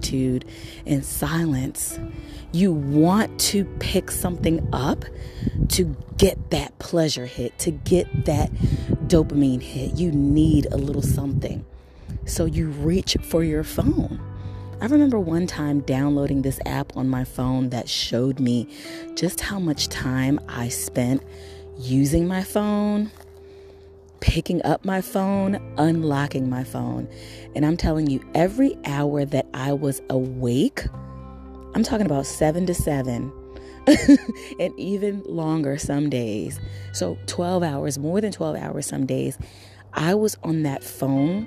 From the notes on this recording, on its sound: Recording from the heart of nature